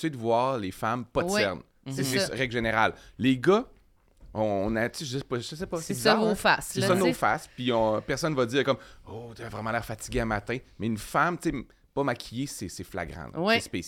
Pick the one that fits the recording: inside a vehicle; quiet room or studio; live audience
quiet room or studio